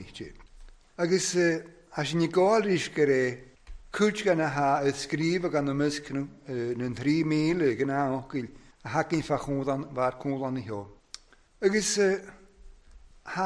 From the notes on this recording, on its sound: recorded at North Harris Free Church, on the evening of Sunday 21st August 2022.